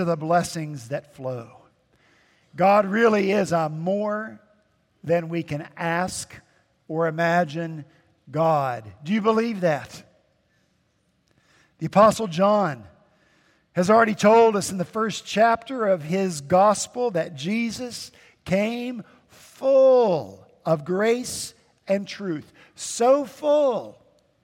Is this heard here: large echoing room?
yes